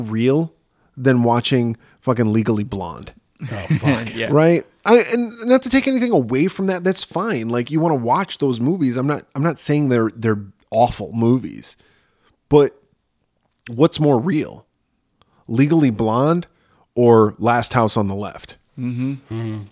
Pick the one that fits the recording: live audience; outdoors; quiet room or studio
quiet room or studio